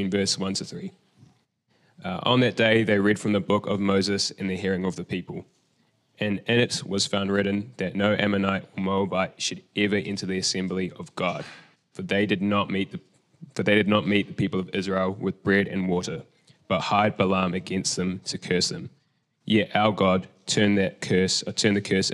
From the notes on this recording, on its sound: Recorded at the Hukanui Bible Church morning service on Sunday the 17th of December 2023 during the 10:00 am service.